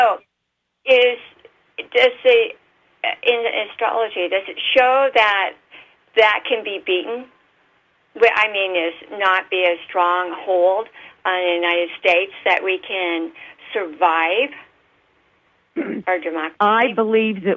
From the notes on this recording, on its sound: OUR Show this week is a live call-in